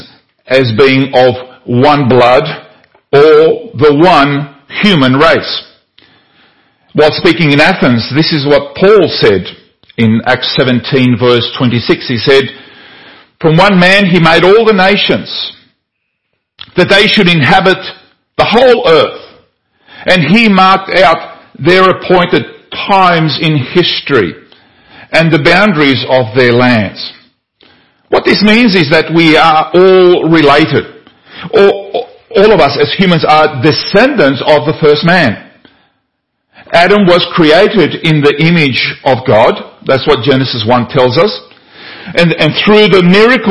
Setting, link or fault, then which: setting, large echoing room